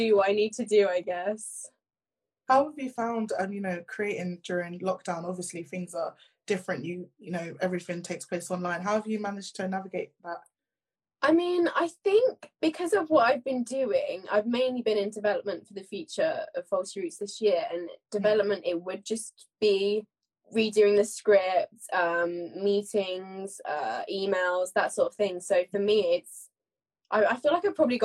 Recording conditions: video call